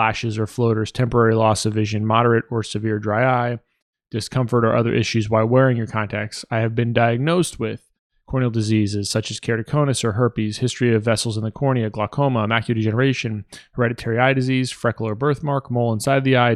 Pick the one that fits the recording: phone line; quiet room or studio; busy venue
quiet room or studio